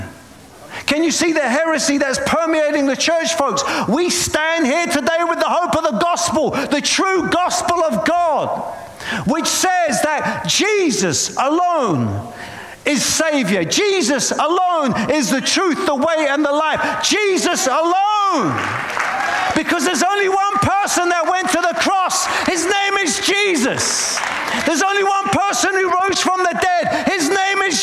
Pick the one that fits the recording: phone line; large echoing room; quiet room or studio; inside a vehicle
large echoing room